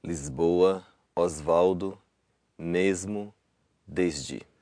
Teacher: the S sounds like a Z because it comes before a voiced consonant